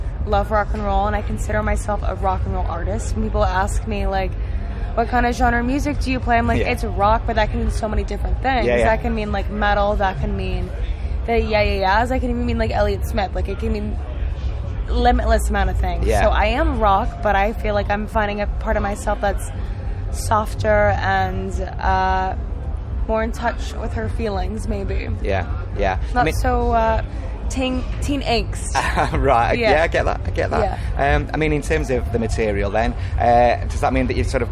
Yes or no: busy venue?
yes